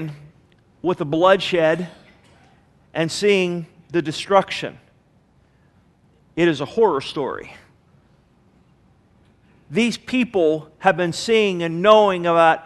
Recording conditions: large echoing room